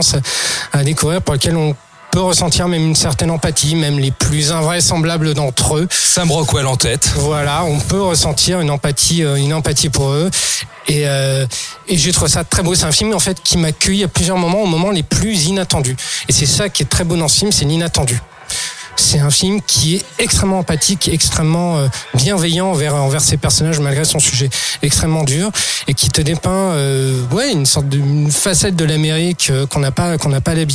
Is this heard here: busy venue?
yes